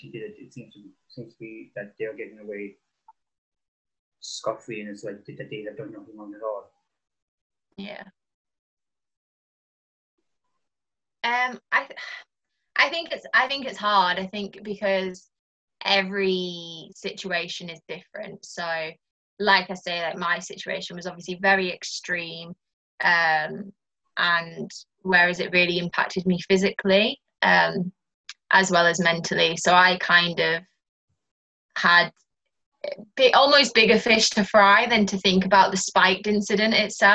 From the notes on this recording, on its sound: over Zoom as she tells me her story